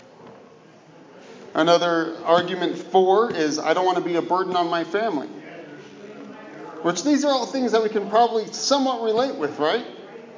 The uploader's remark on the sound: This Sermon was preached to the dear souls at the Brookdale Westland Meridian Senior Living facility. This Sermon was preached to the dear souls at the Brookdale Westland Meridian Senior Living facility.